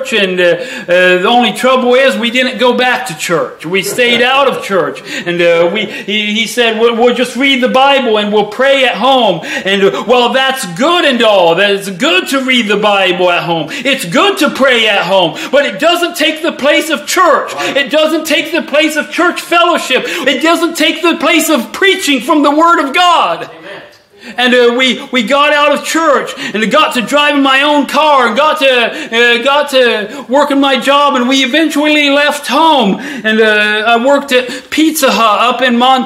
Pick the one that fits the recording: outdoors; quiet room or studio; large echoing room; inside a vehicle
large echoing room